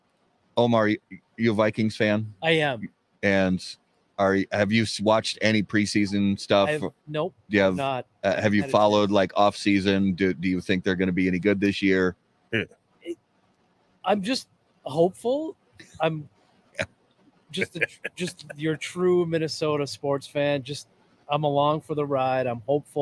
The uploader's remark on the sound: Listen in as we visit Ramsey Smoke Shop, one of the hidden gem cigar shops in the Twin Cities area.